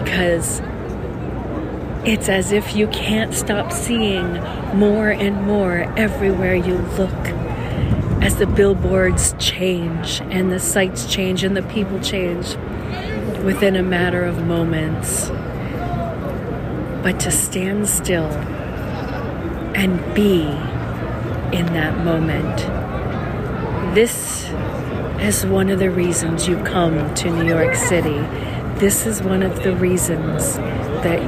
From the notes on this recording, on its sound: Times Square, NYC, New York, USA. Special Edition On Location Walk and Talk. Stand in awe and look at all the lights and listen to the sounds. Listen to the people talking all different languages and accents.